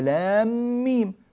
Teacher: لام آخرها ميم، وكلمة ميم أولها ميم، فهنا إدغام متماثلين، فأدغمنا لام ميم، فالمد في لام مد لازم حرفي مثقل.